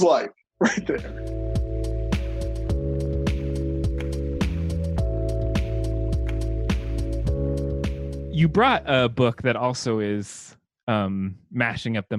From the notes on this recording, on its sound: launches into the Damn Library Zoom Zone